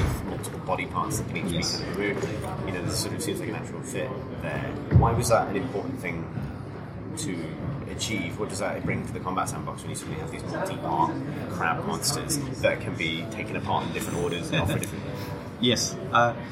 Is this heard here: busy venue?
yes